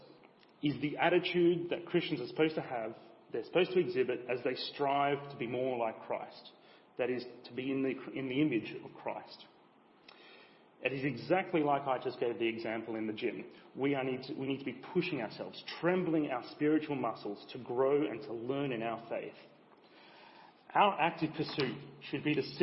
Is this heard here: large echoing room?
yes